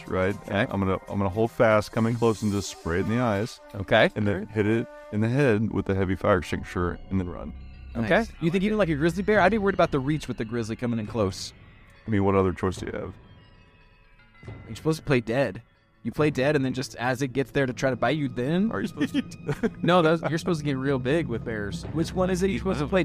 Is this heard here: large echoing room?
no